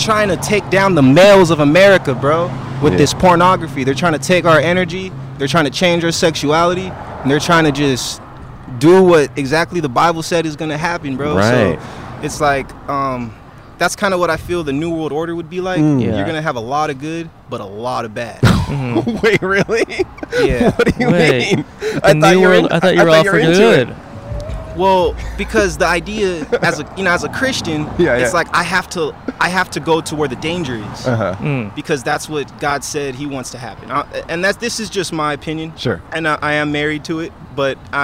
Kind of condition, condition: setting, outdoors